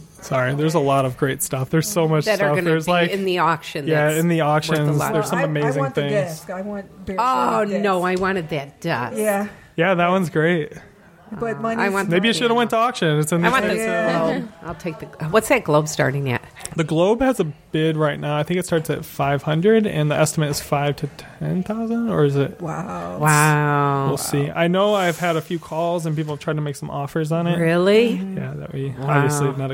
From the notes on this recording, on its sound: Live from the Motown Mansion Auction